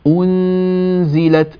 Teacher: لكن النون ليست مضمومة، النون ساكنة، فلا أبقي الشفتين مضمومتين، لا أقول أنزلت سورة، أنا ألفظ نون وشفتاي مضمومة.